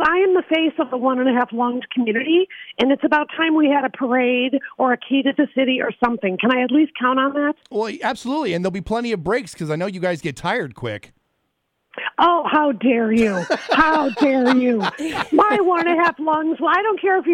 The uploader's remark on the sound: she called in to give us a little preview!